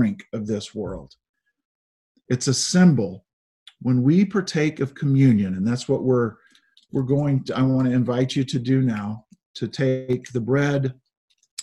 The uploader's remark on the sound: Zoom Sunday